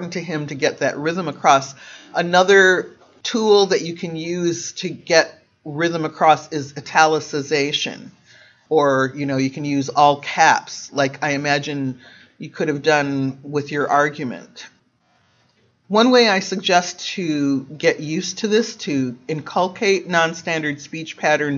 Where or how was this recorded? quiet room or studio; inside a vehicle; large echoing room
large echoing room